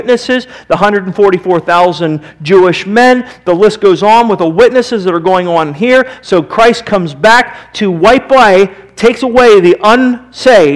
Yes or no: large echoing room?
yes